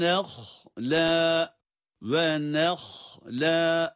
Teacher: Burada nunu ince sesiyle ha'ya kadar getiriyoruz ama ha'ya bağlandığı yerde ha'nın kendi kalın sesi çıkıyor, çıkarılmalı.